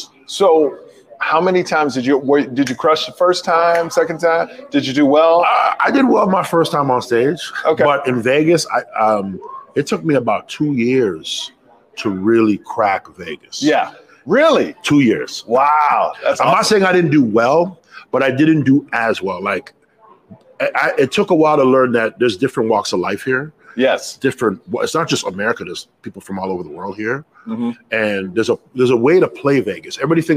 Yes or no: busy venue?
yes